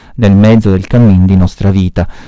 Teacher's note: È un verso composto da 11 sillabe, laddove l'accento, l'ultimo accento, cade sulla decima sillaba. · Term: endecasillabo